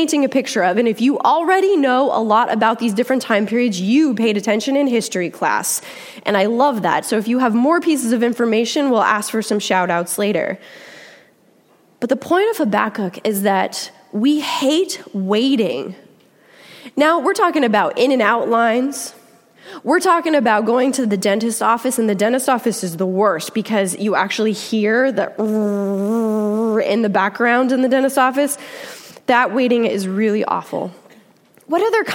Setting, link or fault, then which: setting, large echoing room